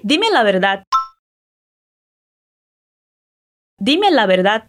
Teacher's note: O V tem som de B e o D no final é quase mudo.